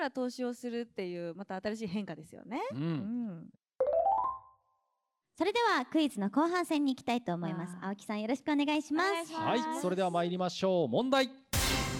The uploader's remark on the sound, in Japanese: 番組初の公開収録の模様です！